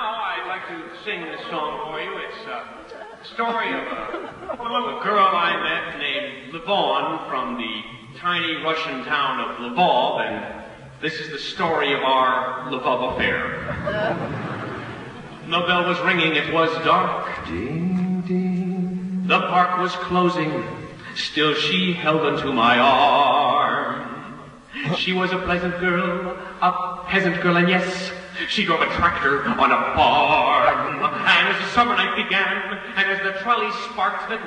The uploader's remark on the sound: Live at Royce Hall, UCLA